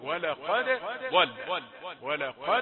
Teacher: في حفص الدال مقلقلة ثم تأتي الضاد مفتوح